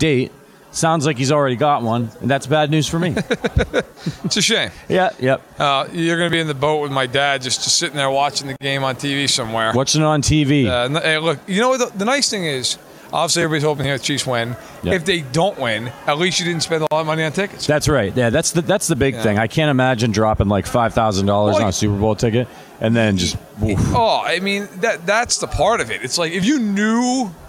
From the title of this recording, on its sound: Live from Super Bowl LVII